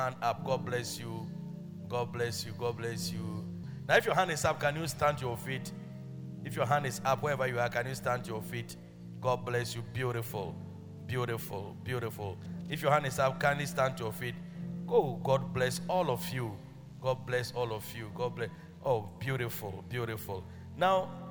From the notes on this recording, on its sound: Preached at Loyalty House, Abbey, Dahwenya